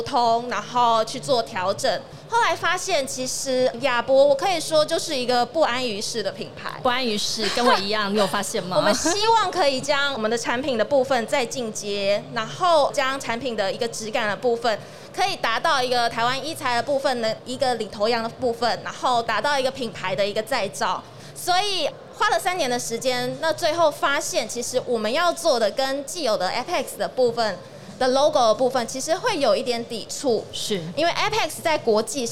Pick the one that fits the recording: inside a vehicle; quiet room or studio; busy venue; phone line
busy venue